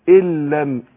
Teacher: فتضغم النون الساكنة أو التنوين في اللام إدغام بغير غنة، فأقول إن لم.